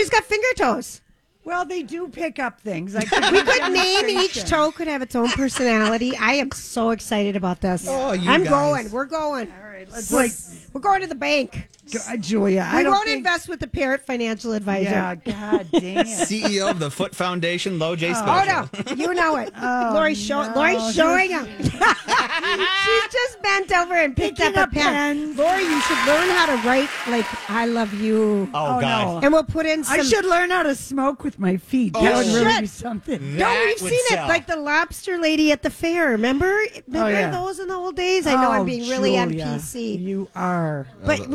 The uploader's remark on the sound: live form Chanhassen Dinner Theatres